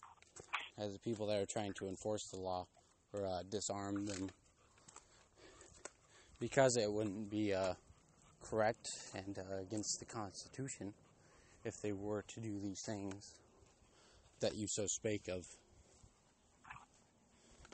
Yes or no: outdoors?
yes